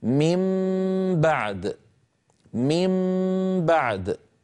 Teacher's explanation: يعني العرب بكلامهم اليومي يقولون من بعد، من بعد، فيقلبون النون ميما. الذي زاده القرآن من خصائص القرآن تطويل هذه الغنة في الميم